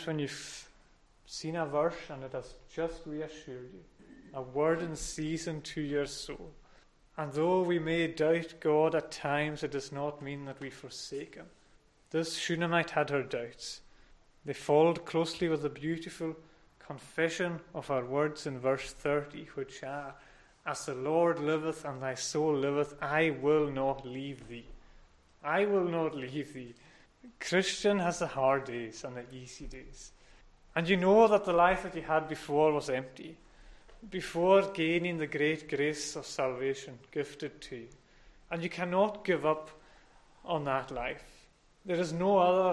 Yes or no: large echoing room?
yes